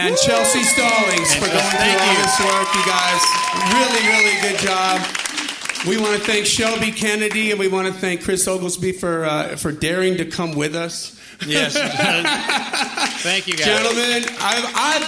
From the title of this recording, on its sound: LIVE From The CLIMB Conference